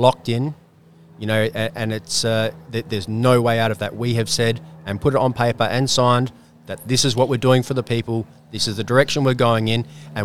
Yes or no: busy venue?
yes